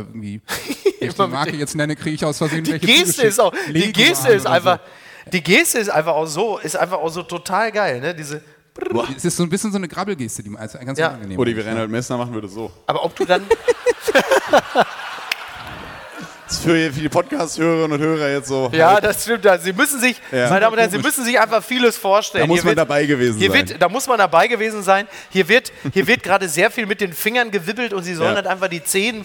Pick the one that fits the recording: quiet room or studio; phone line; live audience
live audience